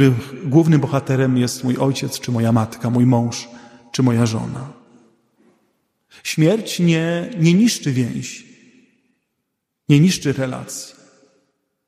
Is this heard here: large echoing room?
yes